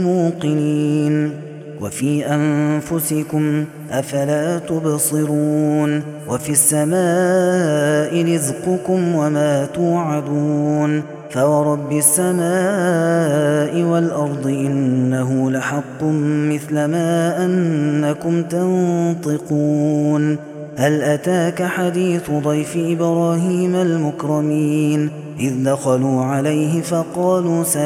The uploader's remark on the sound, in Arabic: هذا التسجيل من صلاة التراويح